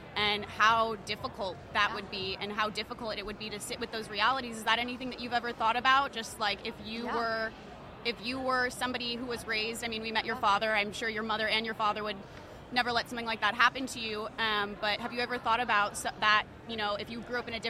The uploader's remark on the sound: The Unity Project What’s UP? Podcast at AmFest